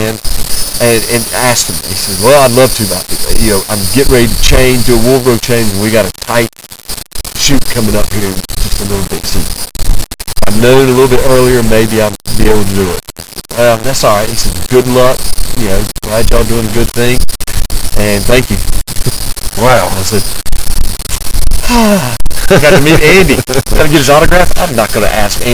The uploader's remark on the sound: I return to Brunswick Town to interview the site manager. The quality of the original interview was perfect, but I developed some kind of white noise when I transferred the audio.